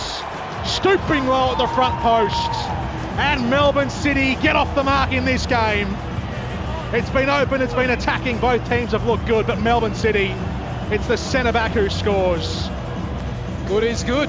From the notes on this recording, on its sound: called this one from a wet and miserable AAMI Park